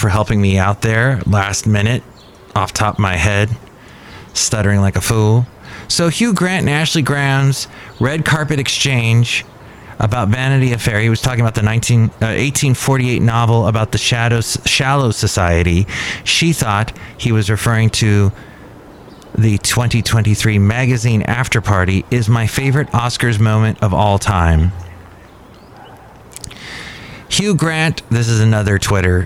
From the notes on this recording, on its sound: podcasts live from Cafe Anyway